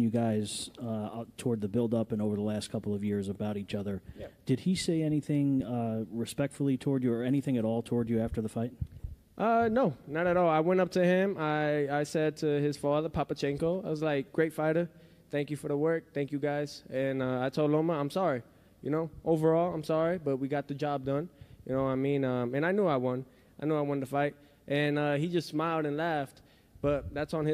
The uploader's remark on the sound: POST-FIGHT PRESS CONFERENCE.